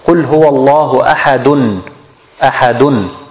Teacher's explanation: قُلْ هُوَ اللَّهُ أَحَدٌ Ahad has two dhamma. It's tanween dhamma, and we pronounce it as noon, sakina.